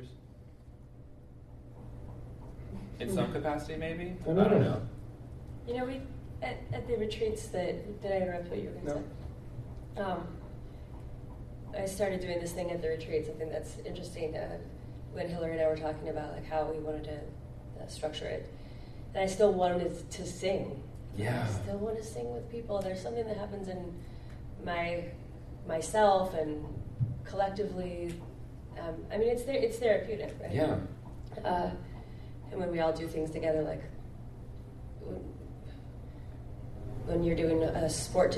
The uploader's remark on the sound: Live from QCF!